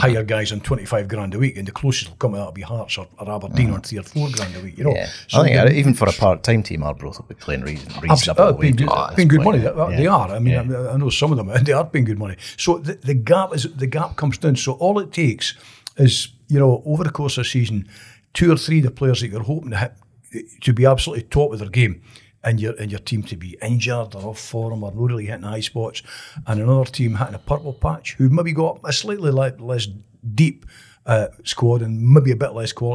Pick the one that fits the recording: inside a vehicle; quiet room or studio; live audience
quiet room or studio